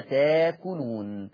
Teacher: فتبدل الهمزة الساكنة بألف مادية